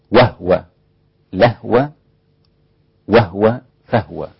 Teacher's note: هؤلاء الأربعة قالوا بإسكان الهاء أين وقعت في القرآن الكريم إذا جاءت في اسم الإيه الإشارة، هو أو هي وسبقها واو أو لام أو فاء.